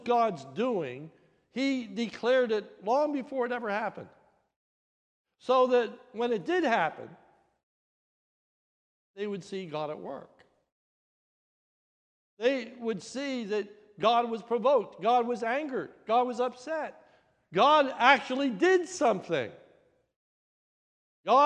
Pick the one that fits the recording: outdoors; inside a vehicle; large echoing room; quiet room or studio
large echoing room